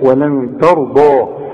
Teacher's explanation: الضاد هي مفخمه والراء كمان مفخمه